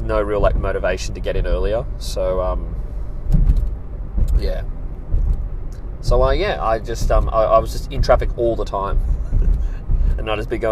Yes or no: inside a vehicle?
yes